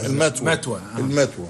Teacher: وطبعا الاستعمال المتبادر الآن لنا وربما للسادة المستمعين هو كلمة المثوى، وهي الكلمة التي حتى نستعملها، ما زلنا نستعملها في العامية المصرية مع إبدال الثاء تاء